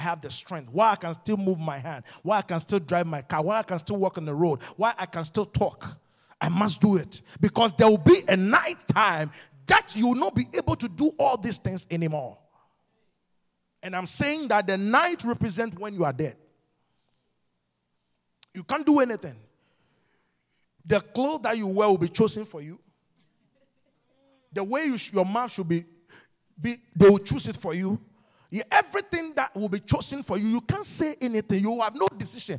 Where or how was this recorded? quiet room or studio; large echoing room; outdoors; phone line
large echoing room